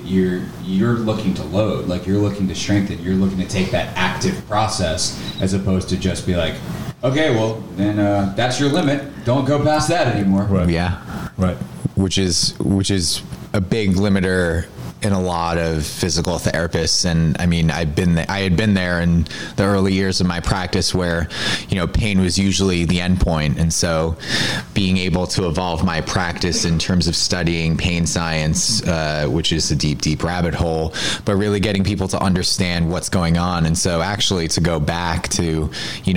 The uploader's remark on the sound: recorded at Onyx Elite's Winter Performance Camp